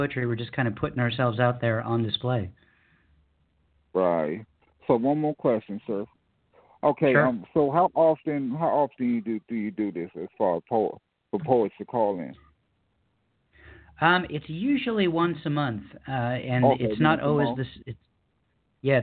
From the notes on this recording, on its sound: Washington, Maryland, Tucson, Arizona, Los Angeles, California, Belfast, Maine and San Francisco, California who called in and read their poetry on Today's show.